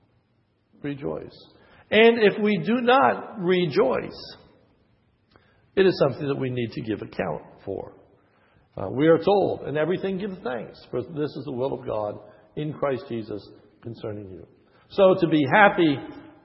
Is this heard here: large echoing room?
yes